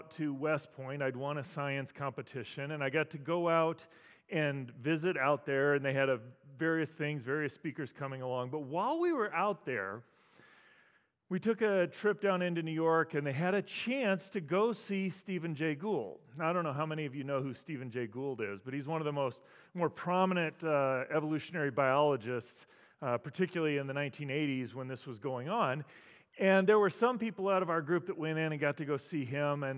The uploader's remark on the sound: as part of New Life Presbyterian Church's Apologetics Conference